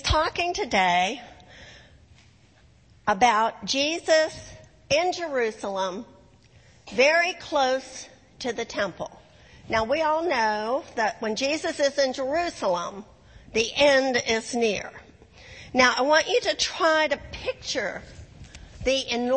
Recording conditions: large echoing room